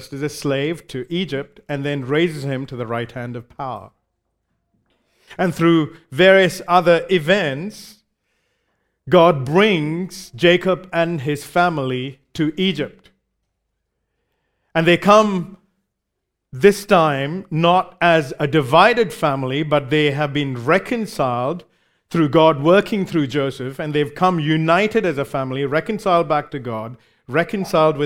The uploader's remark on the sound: recorded live at Grace Community Bible Church